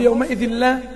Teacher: التنوين بعد لام واللام من حروف الإدغام بغير غنة